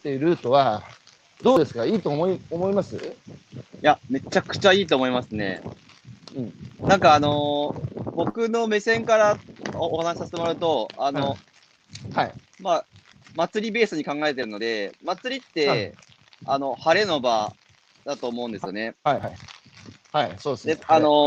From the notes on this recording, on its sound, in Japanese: 歩くラジオ。歩きながら1時間、対談する。